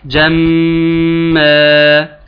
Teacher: تثبت لي الغنة بمقدار حركتين في الميم المشددة